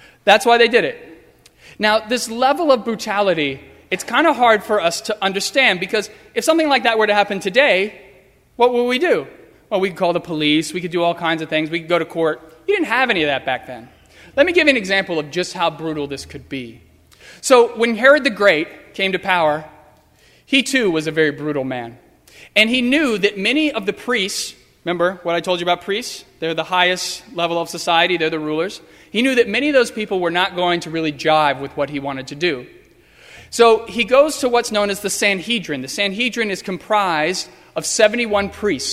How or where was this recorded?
large echoing room